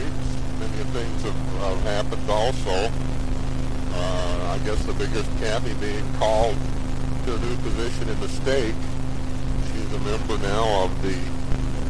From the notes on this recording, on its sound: CGA Journal - Driving to Work.